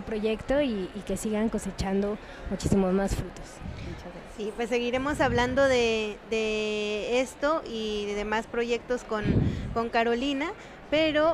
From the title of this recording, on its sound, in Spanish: En vivo desde la Feria Internacional del Libro 2021